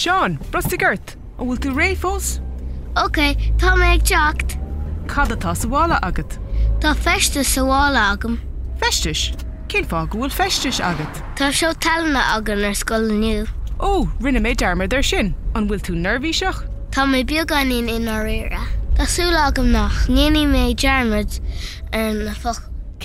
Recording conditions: inside a vehicle